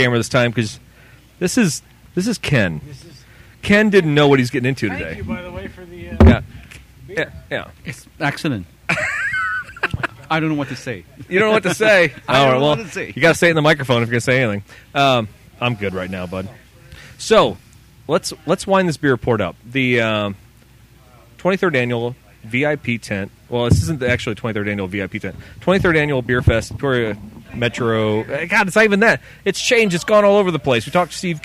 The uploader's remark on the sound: Clips from the festival VIP tent. Audio fail!